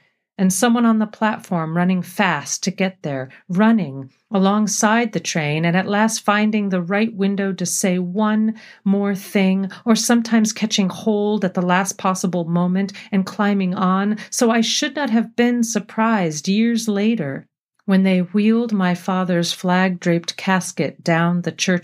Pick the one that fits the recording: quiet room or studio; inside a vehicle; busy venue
quiet room or studio